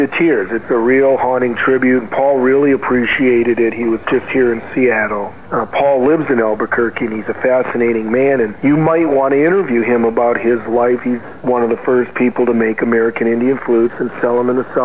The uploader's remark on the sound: On the phone for this interview. Home in Seattle on the patio having some coffee and enjoying the fresh air.